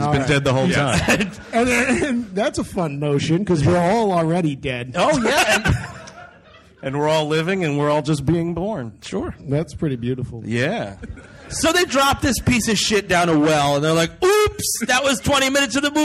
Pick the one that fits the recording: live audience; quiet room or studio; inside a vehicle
live audience